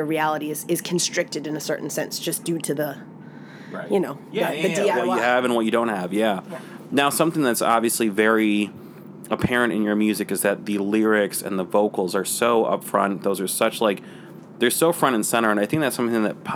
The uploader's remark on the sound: In an interview recorded on her tour bus outside of Lincoln Hall